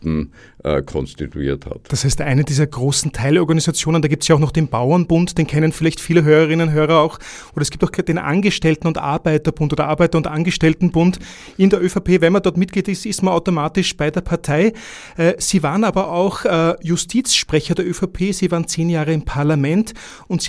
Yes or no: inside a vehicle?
no